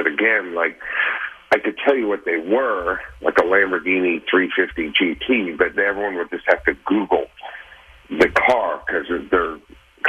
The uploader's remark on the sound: on the phone